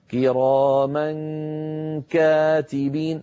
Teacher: ننتقل من مخرج الميم إلى مخرج الكاف من غير ضغط، والضغط يكون عندما أصل إلى نطق الكاف